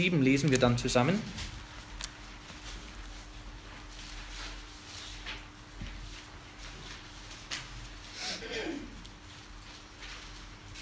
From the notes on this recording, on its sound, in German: Eine Predigt aus der FBG Oberpfraundorf